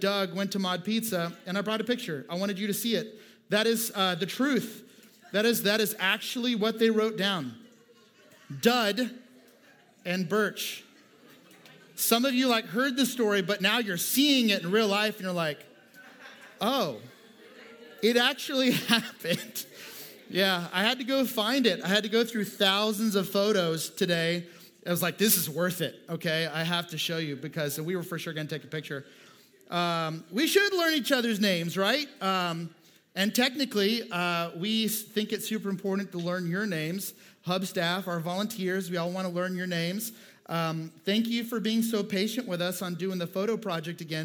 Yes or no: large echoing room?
yes